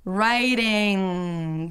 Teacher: you want to stretch and hold out the NG sound and then fade it out nicely until you don't hear any more sounds. Don't pop a G at the end. · IPA: sɪŋ